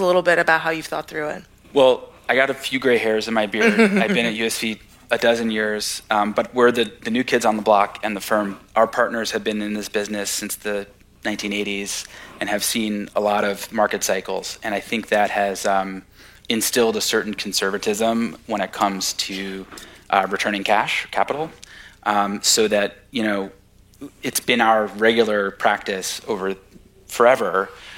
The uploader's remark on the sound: Recorded March 1, 2023 at the Upfront Summit.